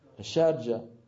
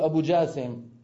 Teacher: ويقلبون القاف إلى جيم